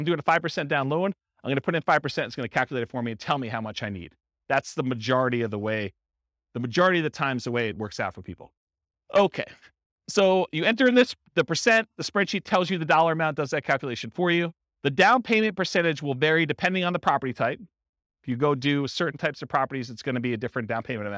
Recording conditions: live audience